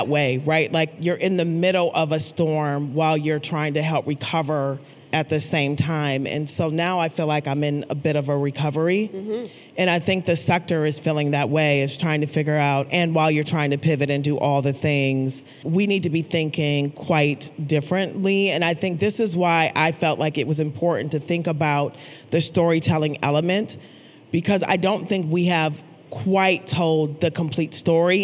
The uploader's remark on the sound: live conversation at the Minnesota Council of Nonprofits’ 2022 Annual Conference